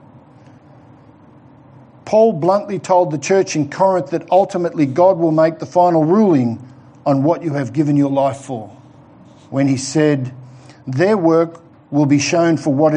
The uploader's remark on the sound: given at The Rock Christian Church in the morning service on Sunday 18th October 2020